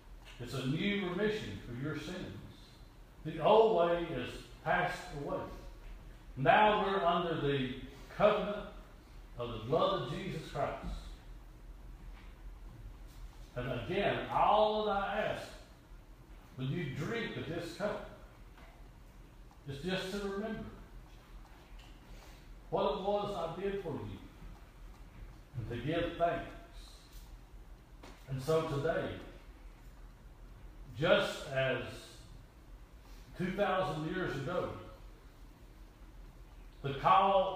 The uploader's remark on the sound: Audio recording of service at Persia United Methodist Church in Rogersville, TN